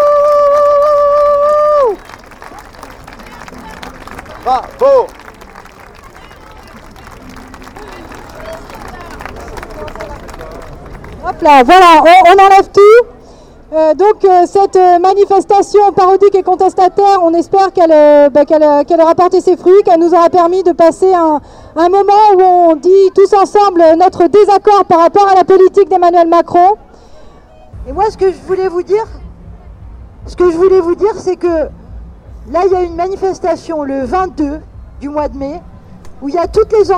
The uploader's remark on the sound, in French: Manif de riches à Bordeaux. Reportage dans le cortège des riches à l'occasion de la Fête à Macron. Pour La Clé des Ondes.